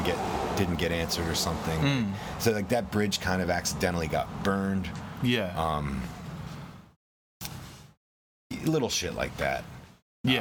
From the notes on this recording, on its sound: We recorded this on his front porch in Pittsburgh, on Black Friday